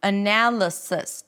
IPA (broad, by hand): əˈnæləsəs